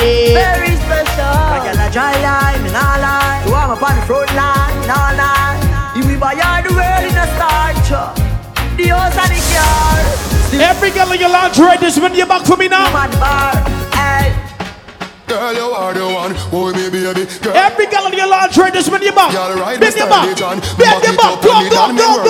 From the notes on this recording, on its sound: TECH XII LIVE AUDIO FROM VIKING ENT